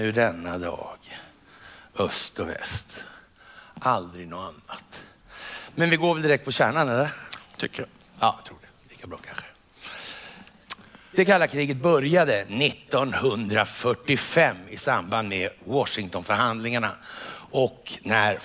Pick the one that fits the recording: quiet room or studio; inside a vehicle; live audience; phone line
live audience